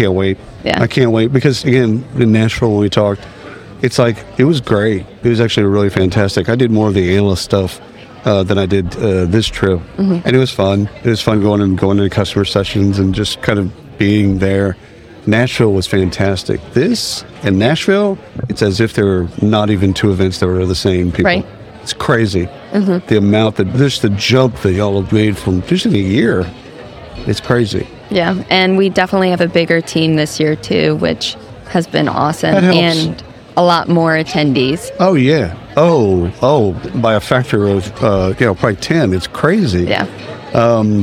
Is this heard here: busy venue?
yes